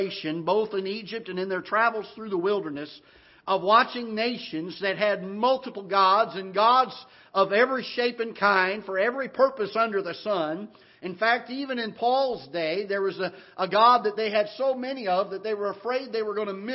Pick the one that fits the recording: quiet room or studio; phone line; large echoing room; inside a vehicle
large echoing room